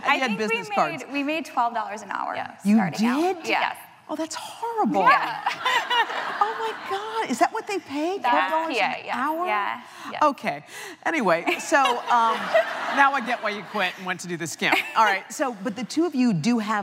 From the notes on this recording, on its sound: It was recorded on Jan 18, 2017 in front of a live audience at New York's 92nd Street Y.